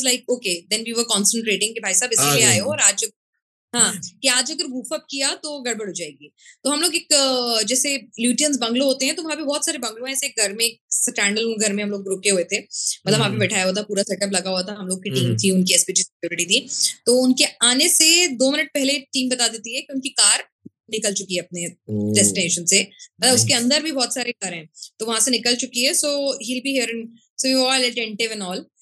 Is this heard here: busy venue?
no